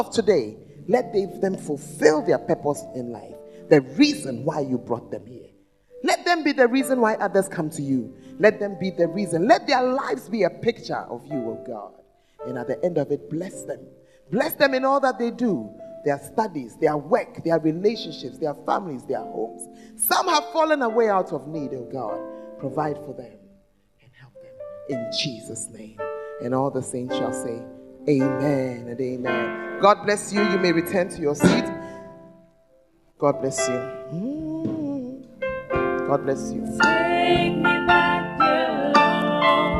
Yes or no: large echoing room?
yes